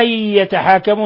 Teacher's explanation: أن يتحاكموا نون ساكنة جاء بعدها الياء إدغام بغنة